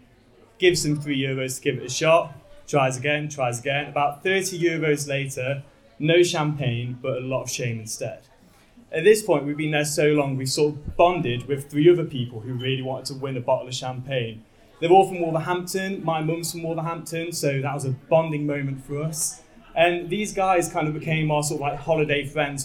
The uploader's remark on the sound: Tenx9 is a live event where nine people have up to ten minutes each to tell a true story from their own life. Belfast.